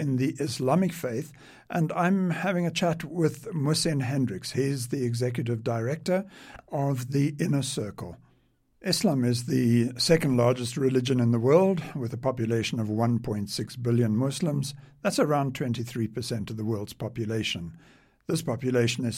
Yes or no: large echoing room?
no